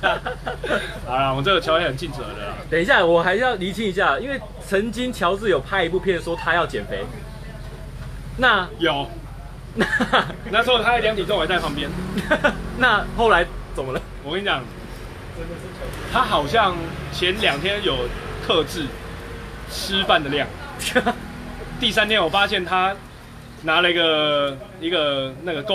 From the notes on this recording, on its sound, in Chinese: 錄音機沒收到聲音…錄音地點：牽咖啡。